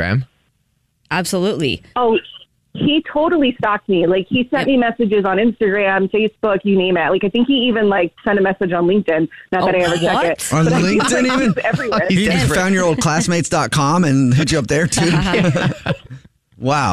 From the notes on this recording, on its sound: The woman on the phone